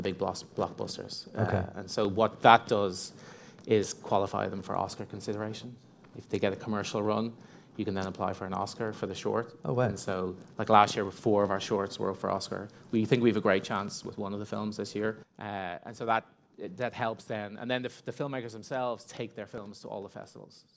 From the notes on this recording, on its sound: This episode was recorded live at the European Sponsorship Association event. This episode was recorded live at the European Sponsorship Association event.